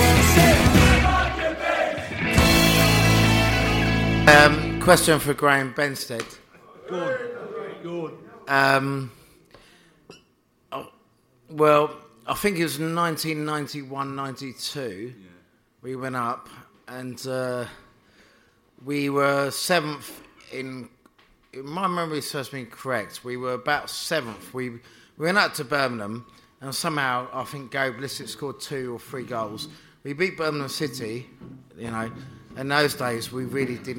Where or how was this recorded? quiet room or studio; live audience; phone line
live audience